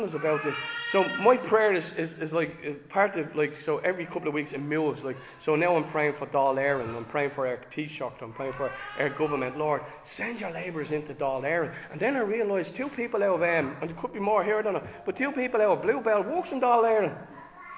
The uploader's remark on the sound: Recorded live in Liberty Church on 22 October 2023